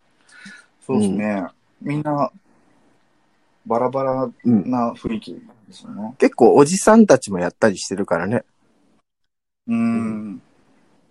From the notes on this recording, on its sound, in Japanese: 最初から二人のタイミングがずれずれのリモート収録です